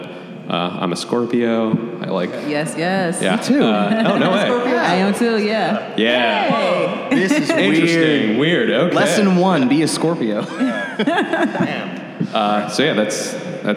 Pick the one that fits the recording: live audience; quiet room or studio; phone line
live audience